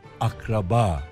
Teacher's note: Sözcükteki ilk A değil, ikinci A uzayan, akraba. Kan ve evlilik yoluyla birbirine bağlı olan kimseler, hısım.